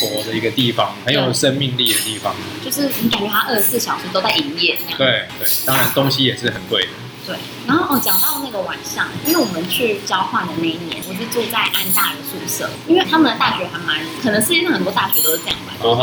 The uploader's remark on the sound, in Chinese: 本集白噪音指數：柔風級 3/5。錄音地點： 三亞米 Sunyummy，土語系學妹開的店。